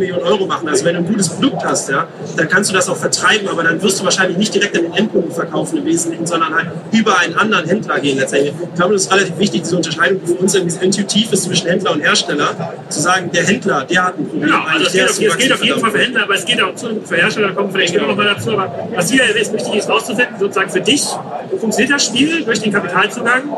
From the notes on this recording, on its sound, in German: Die Aufnahme haben wir bei der #OMR17 gemacht und wir mussten auf die schlechtere Aufnahme zurückgreifen. Die Aufnahme haben wir bei der #OMR17 gemacht und wir mussten auf die schlechtere Aufnahme zurückgreifen.